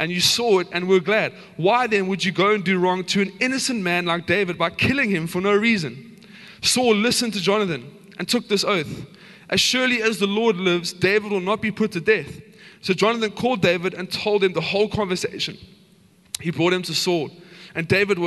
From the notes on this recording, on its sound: Recorded live on Sunday the 25th September 2022